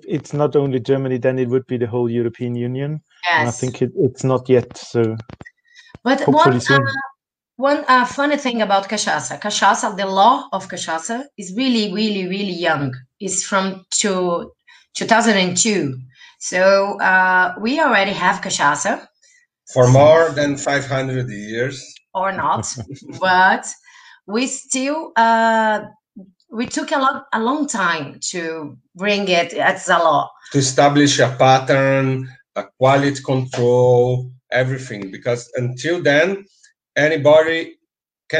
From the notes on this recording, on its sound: Unedited recording of our FB live.